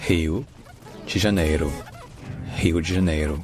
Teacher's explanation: le O à la fin d'un mot, en portugais brésilien, ça se dit U